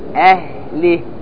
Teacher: في الوقف يوقف على الهاء بالسكون المحض فقط، لأن قبل الهاء كسرة حرف مكسور، فتقول أهله، عندما تقف على الهاء تقف عليها بالسكون المحض، أهله، واضح؟